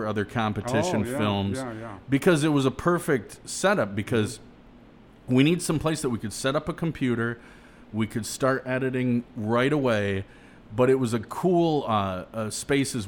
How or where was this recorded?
busy venue